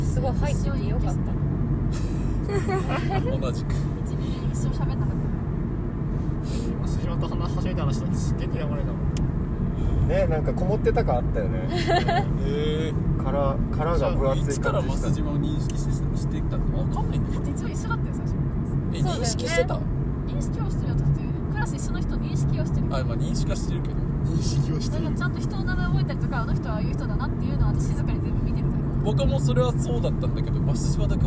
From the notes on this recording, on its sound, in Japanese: 立ち上げメンバードライブラジオ④ 〜江ノ島編〜。収録中は常時マスクを着用しております。